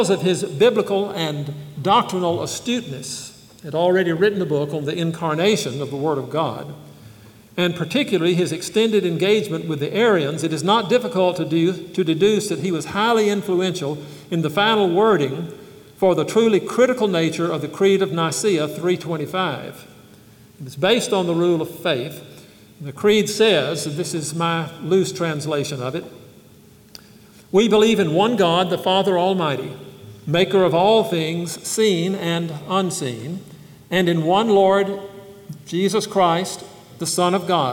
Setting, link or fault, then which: setting, live audience